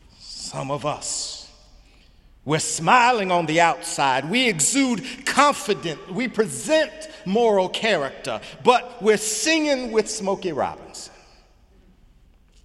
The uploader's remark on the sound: Sunday sermon May 6, 2018 in the Memorial Church of Harvard University